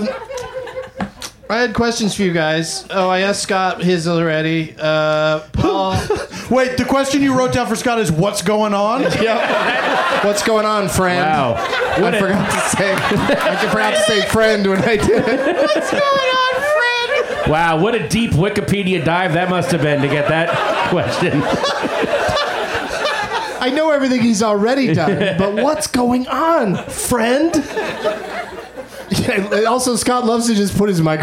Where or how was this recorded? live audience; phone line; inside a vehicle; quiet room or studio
live audience